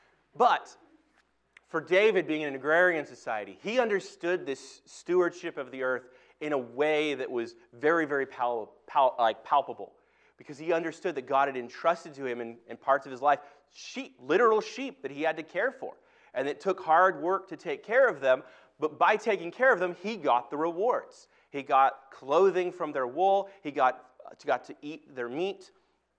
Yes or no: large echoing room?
yes